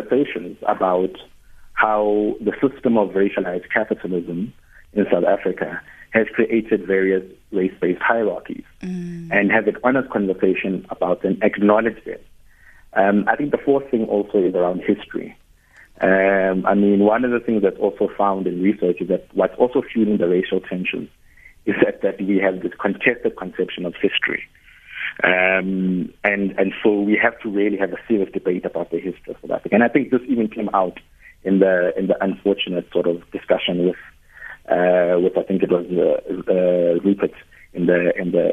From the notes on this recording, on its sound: Guest (phone)